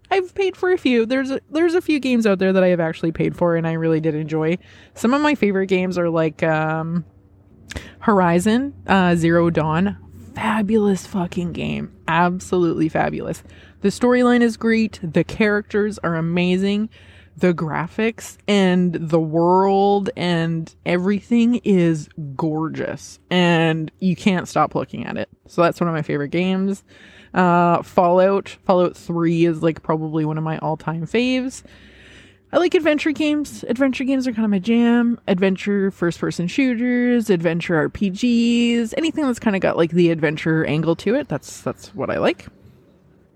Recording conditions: outdoors